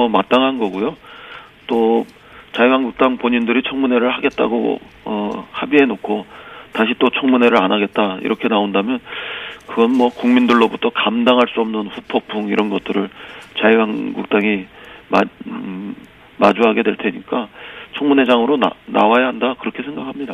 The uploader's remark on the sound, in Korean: 전화연결.